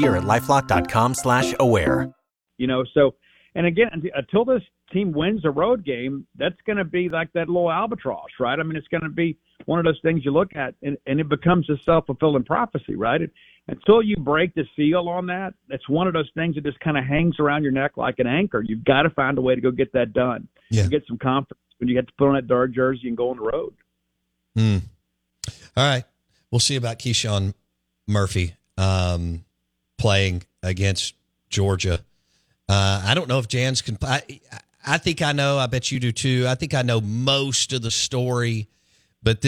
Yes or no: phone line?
yes